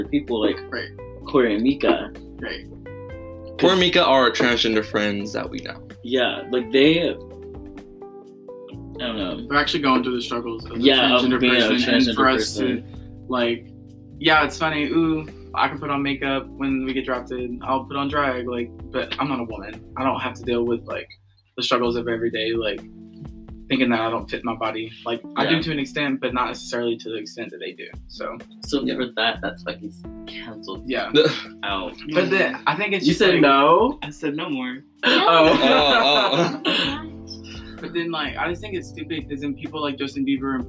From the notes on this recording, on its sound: The auto is kinda weird but we didn’t have a mic at the time and we’re still learning how podcasting works.